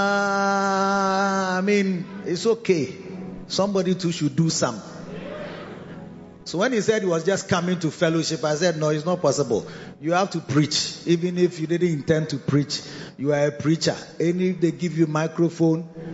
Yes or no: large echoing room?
yes